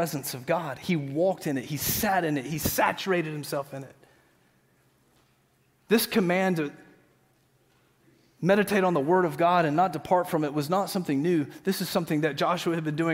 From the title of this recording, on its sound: Green Hill Church Live - Second Service